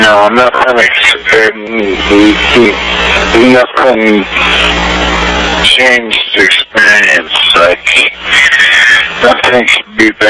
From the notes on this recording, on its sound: THE FULL CALL WITH AMBIENT BACKGROUND NOISES. YOU CAN HEAR SOMEONE OFF TO THE SIDE AND NOISE IN BACKGROUND LIKE DRAGGING SOMETHING. THE AUDIO IS NOT TERRIBLY CLEAR AT POINTS. CLIP NUMBER 5 IS THE ORIGINAL PHONE CALL IN ITS UNEDITED FORM. AMBIENT BACKGROUN NOISES AND THE SOUNDS OF DRAGGING ON THE FLOOR OF SOMETHING. NOT TOTALLY CERTAIN DUE TO AUDIO NOT BEING PRISTINELY CLEAR.